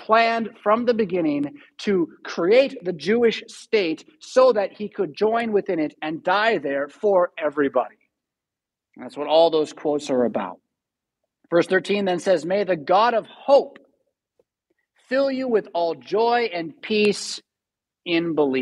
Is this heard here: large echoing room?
yes